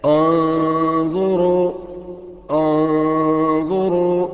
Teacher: اول حاجة هتعملها في الغنة انك تفخمها لان وراها حرف سمين مفخم